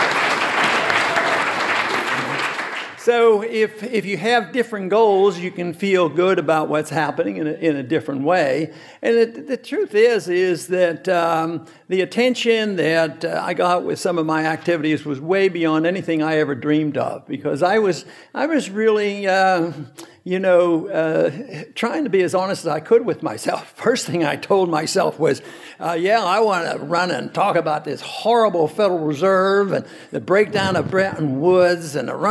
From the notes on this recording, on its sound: Recorded at the Mises Circle in Phoenix, Arizona, on 7 November 2015.